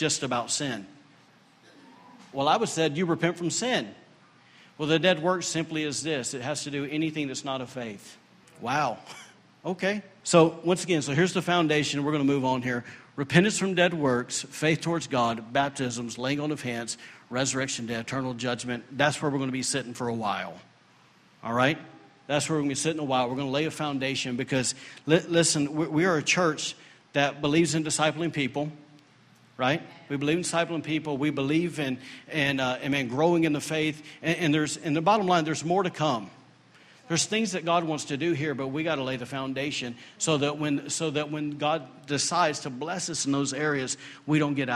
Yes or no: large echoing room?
yes